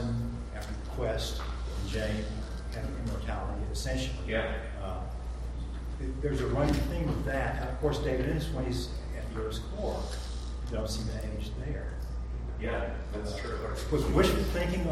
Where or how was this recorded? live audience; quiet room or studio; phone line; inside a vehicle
live audience